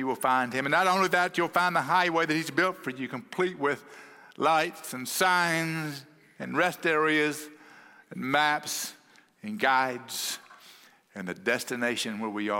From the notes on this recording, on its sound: At Cross City Church in Euless, TX.